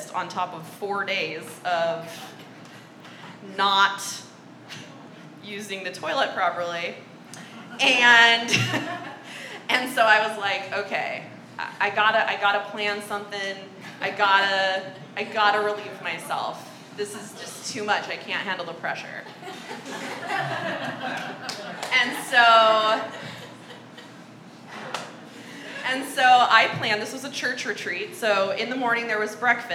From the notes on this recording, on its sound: This live storytelling open mic event took place at Fox Coffeehouse in Long Beach, Calif.